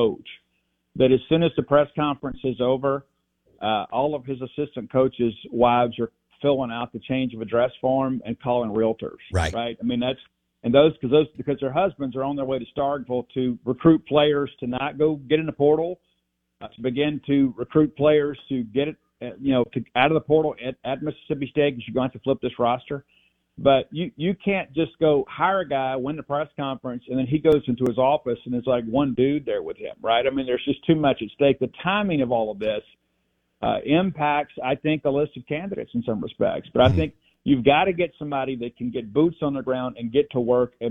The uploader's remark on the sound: Joins the show on the Farm Bureau guest line talking about the biggest stories with Mississippi State live in the BankPlus Studio.